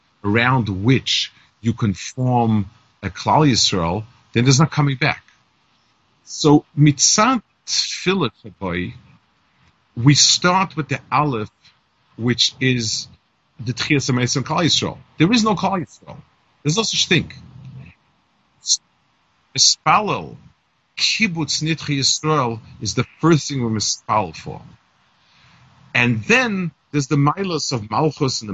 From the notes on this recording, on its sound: Melbourne Kollel by Skype